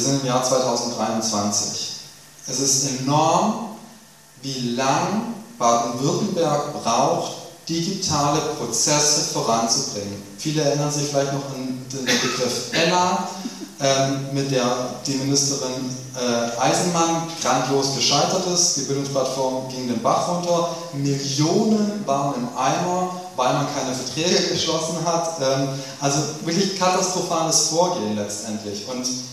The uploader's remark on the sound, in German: Eine Podiumsdiskussion